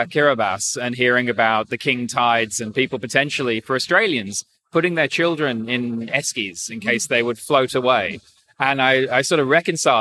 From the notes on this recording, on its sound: Join me from the conclusion of the Climate Investor Forum, held by Climate Zeitgeist, for this short interview with the Special International Guest